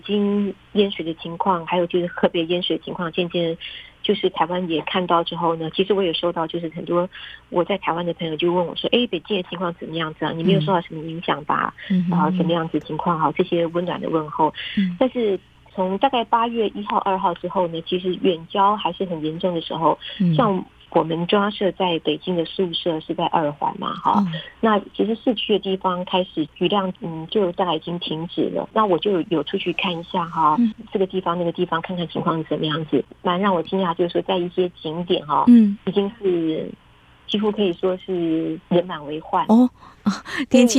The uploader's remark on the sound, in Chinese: 連線訪問中央社駐北京記者